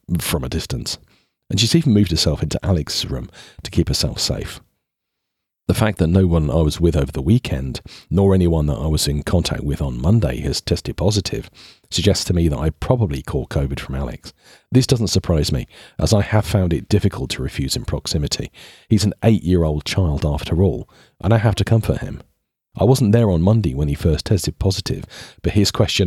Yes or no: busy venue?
no